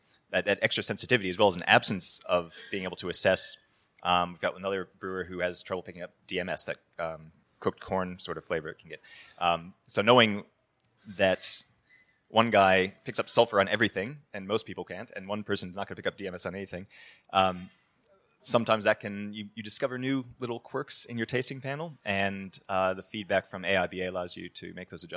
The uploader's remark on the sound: During the recent Good Beer Week in Melbourne, the Cryer Malt trade hub at BeerDeluxe was once again a focus for the brewing industry with a number of important trade discussions taking place. Brews News was able to be there to record some of these panels. This panel, held just hours before the Australian International Beer Awards presentation dinner.